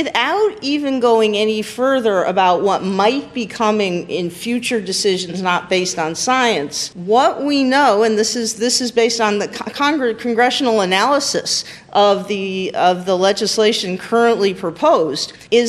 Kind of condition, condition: setting, busy venue